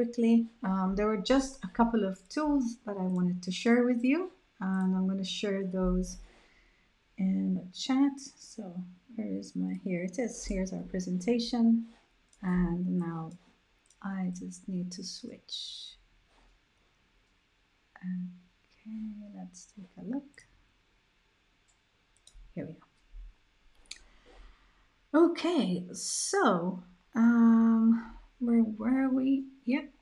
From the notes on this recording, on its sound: This podcast episode is an adapted version of the Live Webinar I ran a few weeks ago.